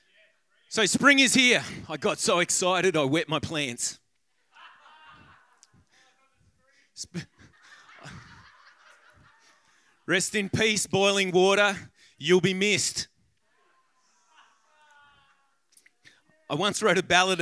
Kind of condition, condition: setting, live audience